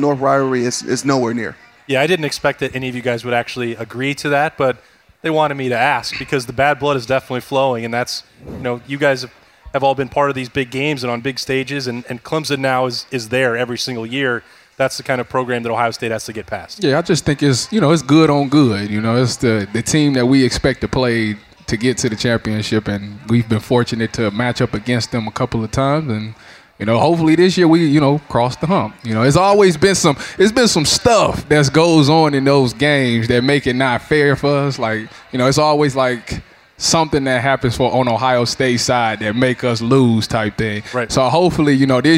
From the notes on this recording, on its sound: Recorded live at Urban Meyer's Pint House.